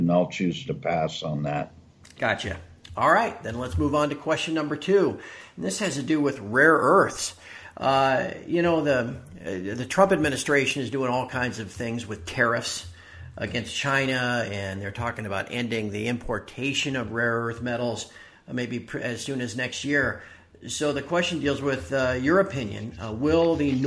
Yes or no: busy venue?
no